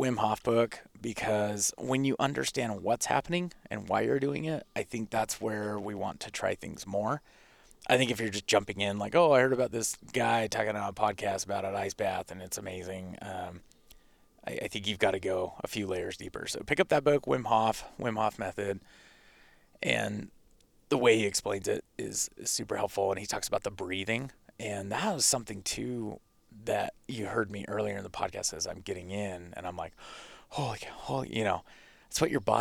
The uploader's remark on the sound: In this episode I record it while sitting in my ice bath in my backyard.